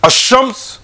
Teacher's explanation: with ash-shams, the lam is not pronounced